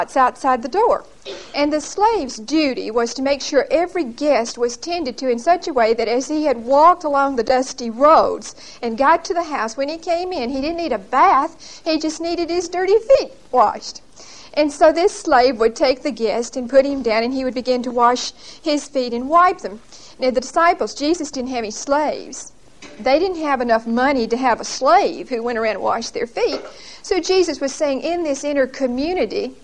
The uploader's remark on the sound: Recorded 10/21/1975 at Whitesburg Baptist Church.